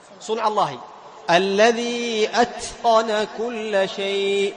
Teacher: التاء مهموس أما القاف مجهورة، هكذا تميز التاء من القاف.